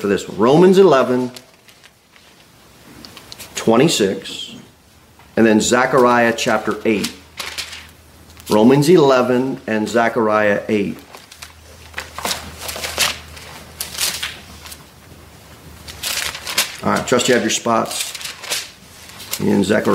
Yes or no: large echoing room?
yes